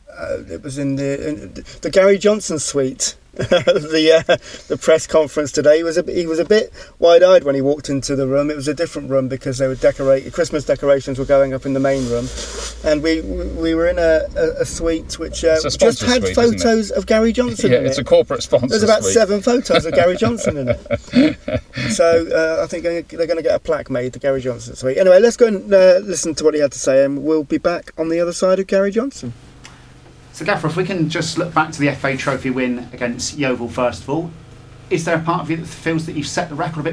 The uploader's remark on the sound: Is joined in the car, parked in Marnham Road. Talking in the Gary Johnson Suit at Plainmoor. Two old men sitting in a car in Marnham Road talking about football.